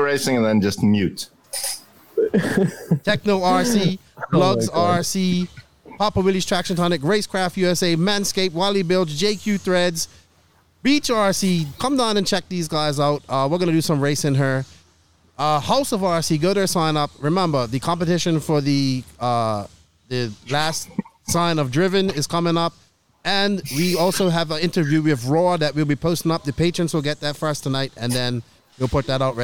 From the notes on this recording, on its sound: Live from Beach RC. We will open up the phone lines briefly to hear from you and take your questions in the chat.